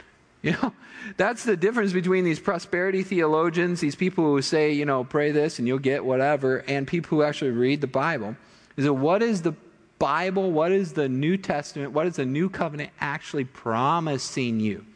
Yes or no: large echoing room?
yes